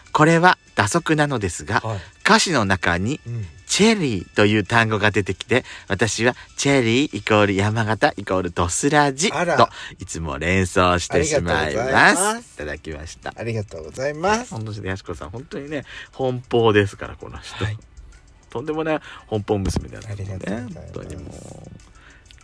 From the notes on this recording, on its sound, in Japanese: パーキング収録